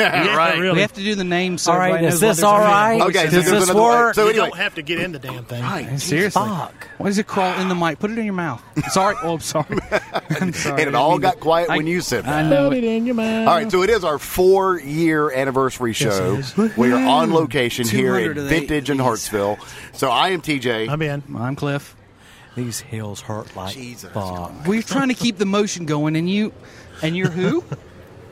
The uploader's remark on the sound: Our 4th Anniversary Show Live from Vintage